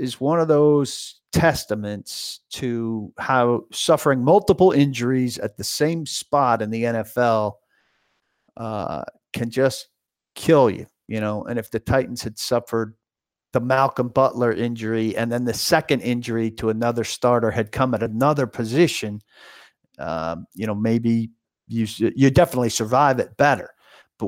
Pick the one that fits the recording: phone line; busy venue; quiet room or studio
quiet room or studio